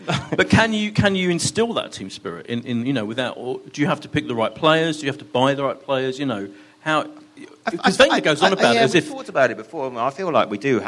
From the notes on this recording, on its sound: with a live audience